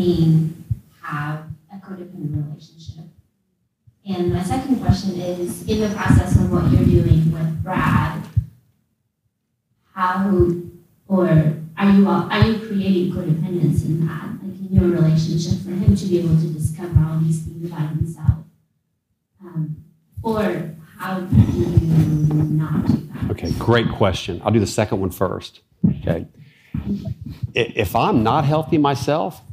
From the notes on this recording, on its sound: Recorded in front of a live audience at the Soma Family Retreat.